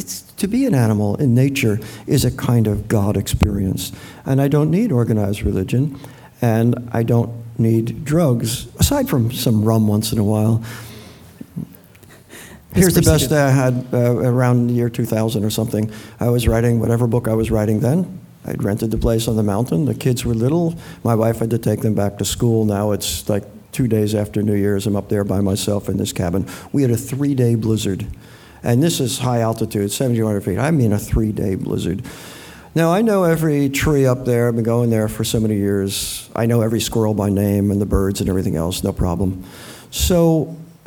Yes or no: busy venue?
yes